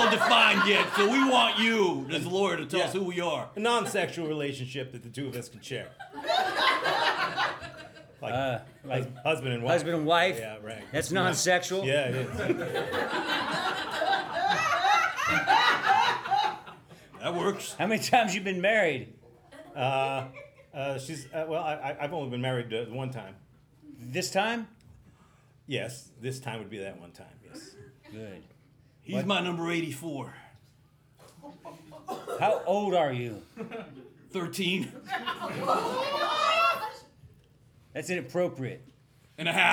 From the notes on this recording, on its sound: Live from the Miami Improv Festival!!